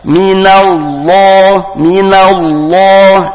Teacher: Tapi na tipis, Allahnya tebal.